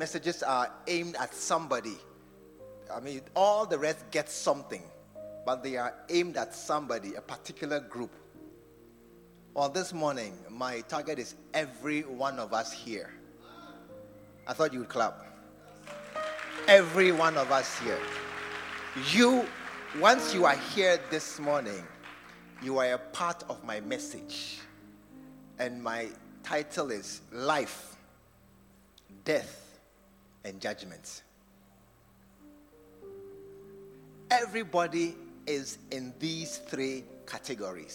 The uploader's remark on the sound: Preached at the True Vine Cathedral, Bantama.